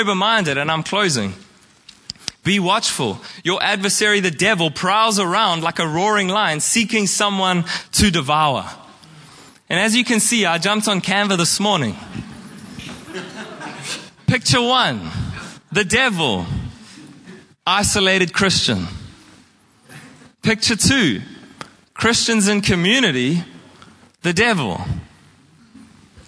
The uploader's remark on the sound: Preached at Horsham Downs on 14/05/2023